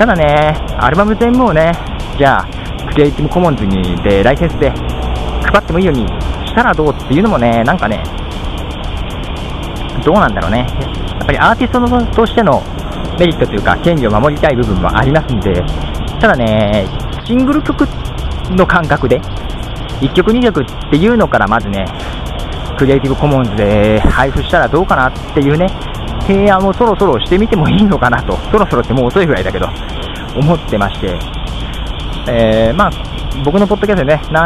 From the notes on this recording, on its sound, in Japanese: 初めてまともに Skype を使いましたよ。音質も普通です。普通の電話でした。(うるさくてすいませんでした)。